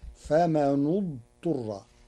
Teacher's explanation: قرأ ورش كلمتي فمن اضطر بضم النون المكسورة لضم ثالث الفعل بعدها